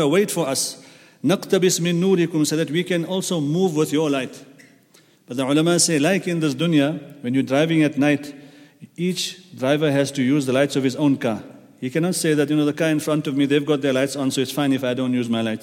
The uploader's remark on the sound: at the Houghton Masjid (West Street)